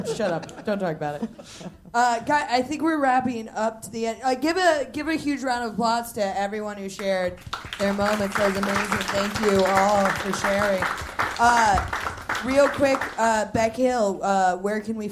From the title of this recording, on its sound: Live at London Podcast Festival